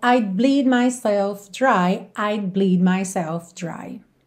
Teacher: esse would que está contraído aí como uma letra D, I would bleed, ele não aparece